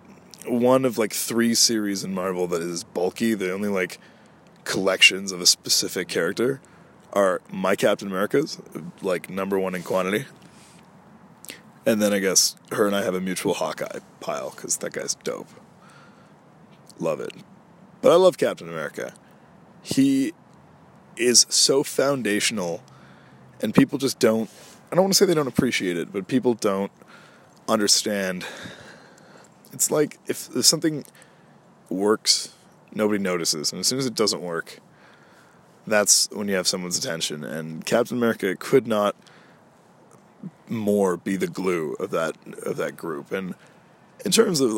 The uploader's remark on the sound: Out in the cold. Today I took things to nature to do another outdoor recording, so apologies for any noises/audio quality because of that. I can definitely see why relaxing in a park is more enjoyable in the breezy Summer weather than the frozen winds of Winter.